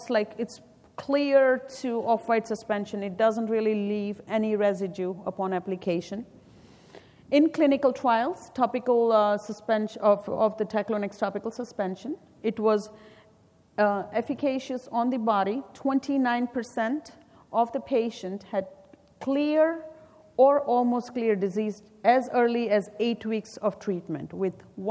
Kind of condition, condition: setting, live audience